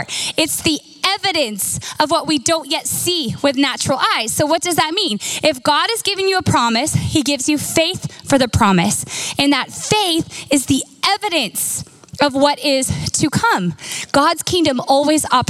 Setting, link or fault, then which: setting, large echoing room